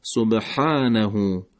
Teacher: حرف حا رو داریم از حلق با مقداری گرفتگی